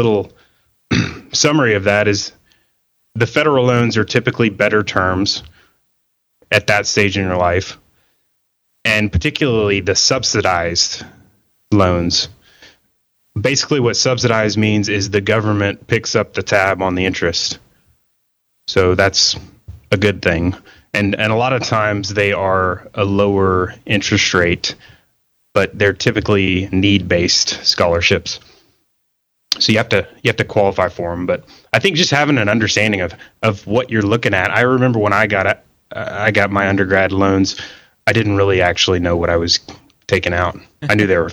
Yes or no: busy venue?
no